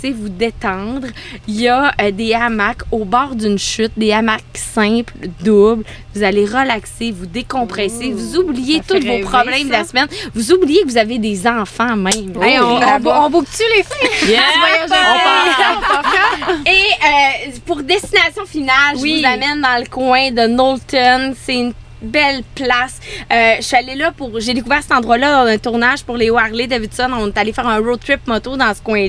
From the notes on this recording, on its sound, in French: Encore une fois enregistré sur un PONTON ! Merci à Sports DRC Alma pour votre accueil!